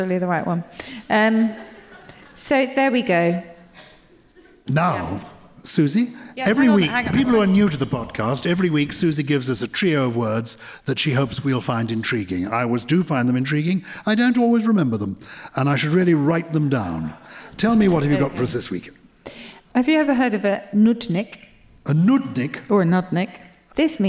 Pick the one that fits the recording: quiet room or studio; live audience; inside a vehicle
live audience